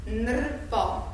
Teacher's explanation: közte van ez a r, ez egy magánhangzó. És valahogy úgy kell kiejteni, hogy nrpa.